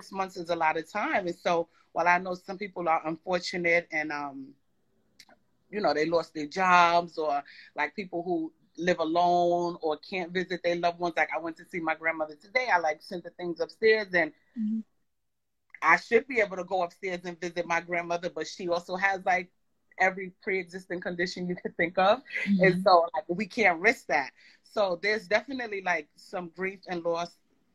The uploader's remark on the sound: On an IG Live.